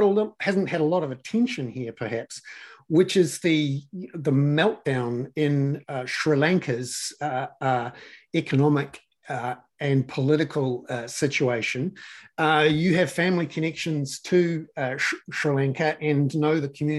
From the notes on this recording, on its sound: for an hour in a live webinar for paid subscribers